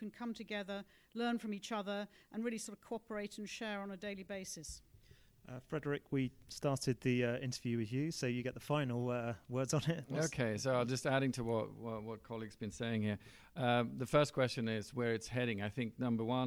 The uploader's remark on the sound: The third and final show recorded at the Global ICCO PR Summit.